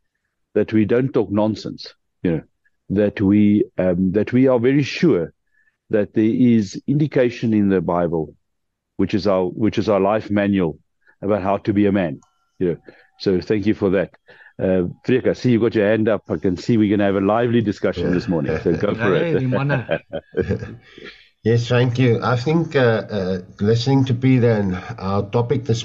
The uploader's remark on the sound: The Transformation Table Zoom Meeting.